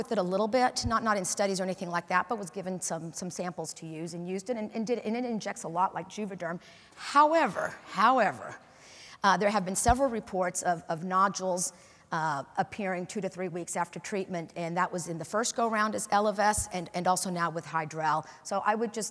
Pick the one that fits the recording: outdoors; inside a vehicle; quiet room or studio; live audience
live audience